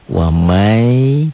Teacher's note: Idgham itu ada gunahnya ditahan.